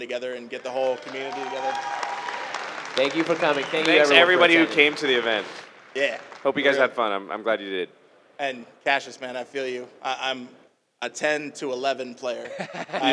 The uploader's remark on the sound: LIVE at GP Vegas